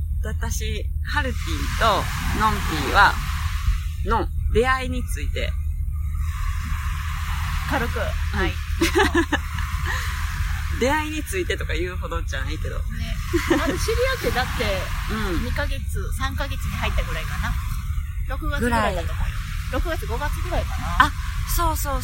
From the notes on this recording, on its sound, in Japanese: 寝起きにゲストさんをお迎えして収録という、なんとも有難い展開となっております。明石海峡大橋の近くのビーチで早朝から収録しました！朝の海は忙しい！！波の音と、風の音も入って。